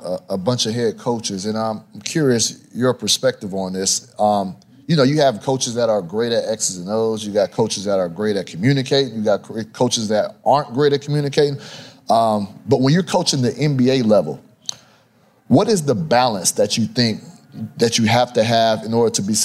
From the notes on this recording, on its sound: in a live podcast appearance from the NBA Crossover Conversations stage at All-Star Weekend In Indianapolis.